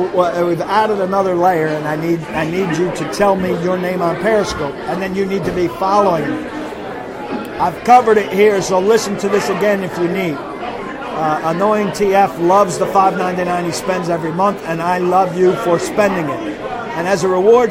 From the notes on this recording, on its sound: Live from the Doghouse Saloon in Nashville.